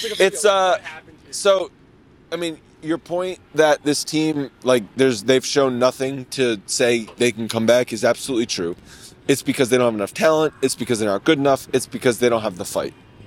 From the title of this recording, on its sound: Live From The Game